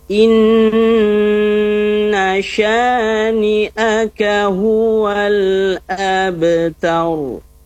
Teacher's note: Jadi inna sekali lagi namanya gunnah, didengungkan dua harokat, ditahan jangan terburu-buru. Inna kemudian sya shani'aka, hanya harus jelas shani'aka huwal ab.